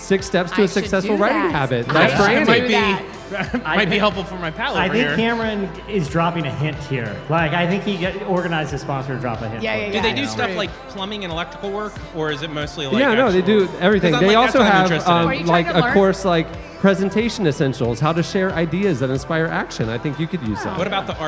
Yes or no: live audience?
yes